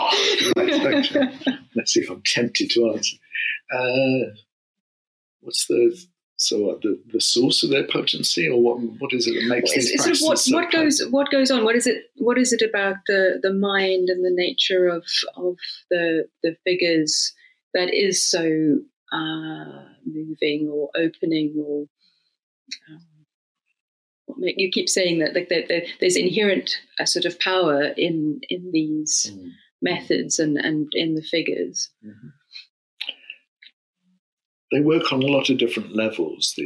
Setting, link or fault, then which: fault, poor sound quality